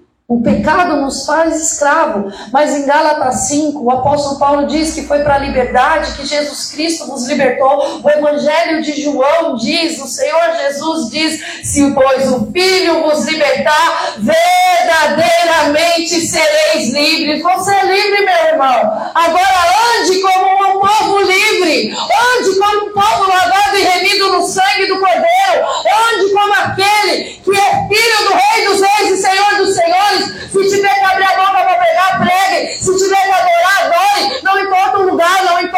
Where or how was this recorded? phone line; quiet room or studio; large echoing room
large echoing room